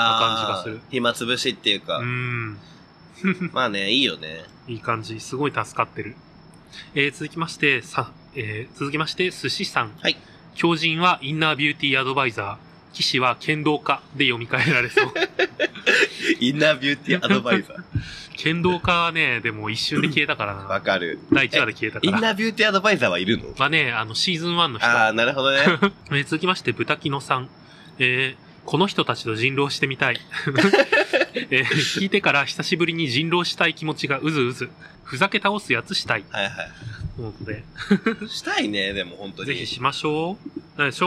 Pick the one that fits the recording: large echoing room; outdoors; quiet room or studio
outdoors